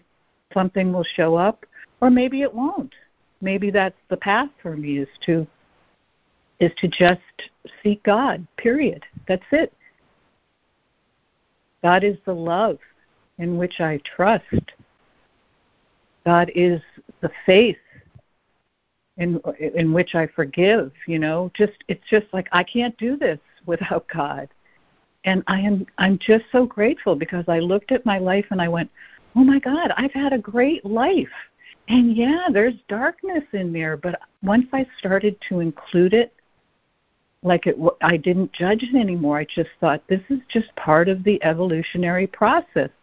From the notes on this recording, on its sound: ACIM Daily Conference Call.